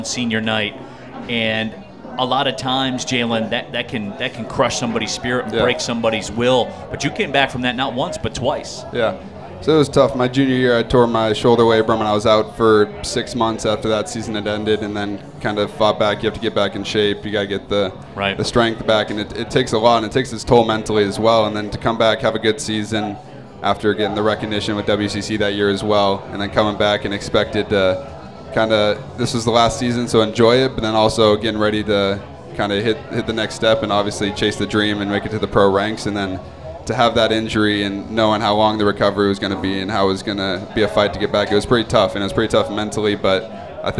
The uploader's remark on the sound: live from the City Clubhouse!